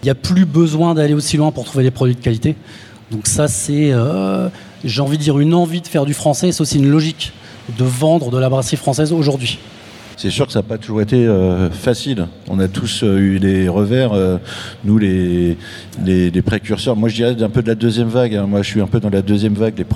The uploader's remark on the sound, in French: Table ronde enregistrée en public lors de la 1ère édition du Reims Beer Festival, au Parc des expositions de Reims.